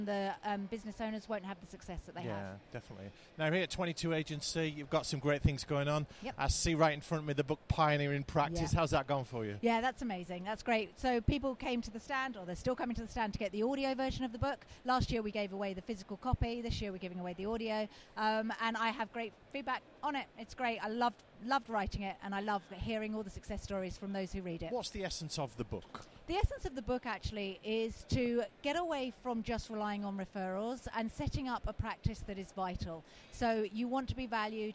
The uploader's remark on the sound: Episode recorded at Accountex 2019.